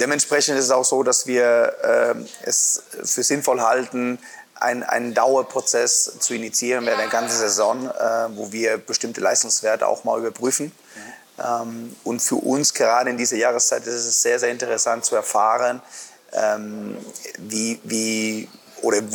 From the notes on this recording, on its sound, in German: im Sportland Fitness in Erlangen aufgezeichnet